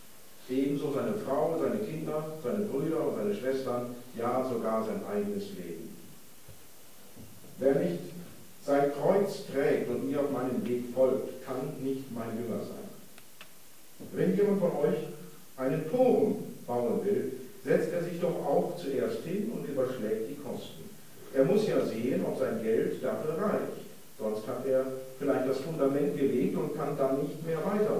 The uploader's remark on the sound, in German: Tag 3 von 3 der Evangelisation 2019. Die Predigt liegt uns leider nur in schlechter Audioqualität vor. Ab Minute 25 wird es etwas besser.